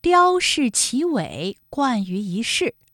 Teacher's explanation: 一世的一它也是一声，不过呢它在这里做变调处理，读二声了